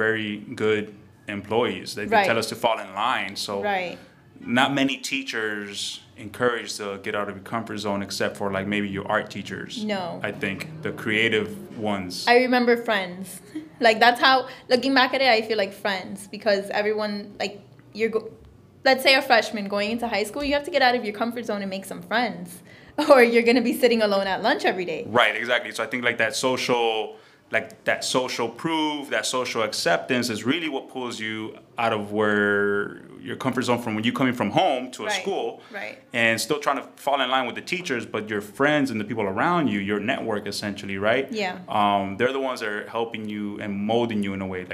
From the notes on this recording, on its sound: Episode two was recorded live in early March of 2019 in a meeting room of a Dunkin’ Donuts.